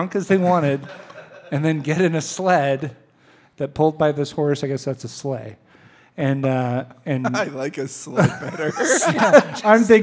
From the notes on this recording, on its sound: Live again from Humble Burger